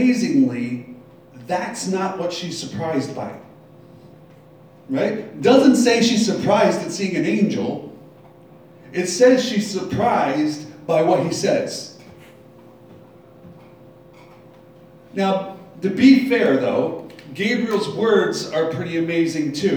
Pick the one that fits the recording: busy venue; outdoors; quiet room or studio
busy venue